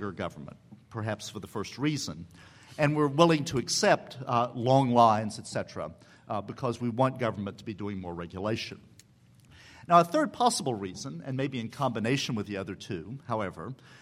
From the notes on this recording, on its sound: The Federalist Society presented this Showcase Panel at the 2006 Annual National Lawyers Convention on Saturday, November 18, 2006.